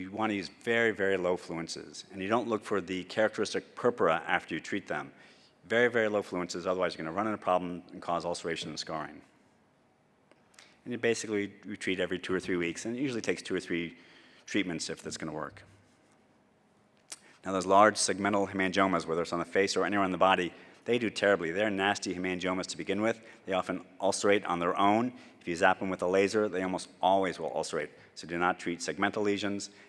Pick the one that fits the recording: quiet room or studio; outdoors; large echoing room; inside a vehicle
large echoing room